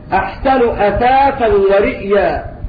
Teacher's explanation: ورئيا قرأها أبو عمرو بتحقيق الهمز